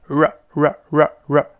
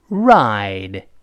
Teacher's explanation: 出现 R，美音中勾舌头，舌尖指向喉咙，一百八十度转弯儿